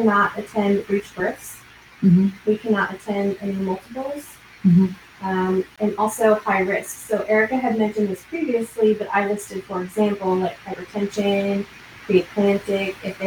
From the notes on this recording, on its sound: Please excuse the poor sound quality and background noises in this episode, which was recorded several months ago when we were still figuring out all of our settings.